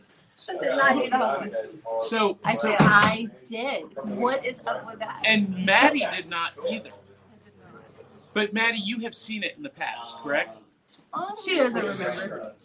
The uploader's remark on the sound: Live at Smokey's Toys & Collectibles.